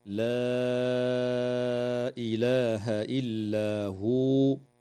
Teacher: مد منفصل في قوله تعالى: لا إله إلا هو، يمد بمقدار 4 أو 5 حركات